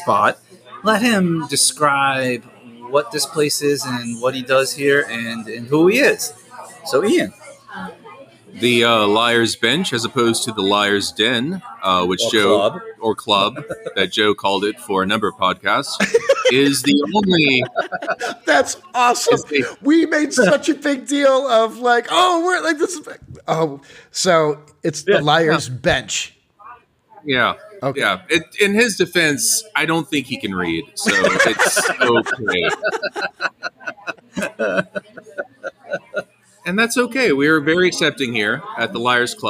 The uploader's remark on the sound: Half Live From Liars Bench